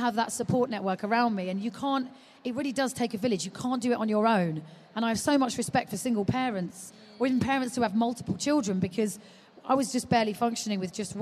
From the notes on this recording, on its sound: live from the Baby Show